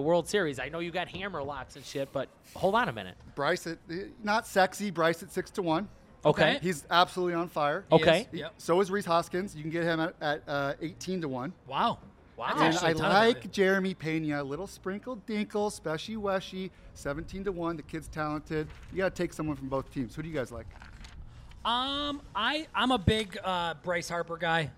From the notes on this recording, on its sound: broadcast live from the District Bar in Scottsdale, Arizona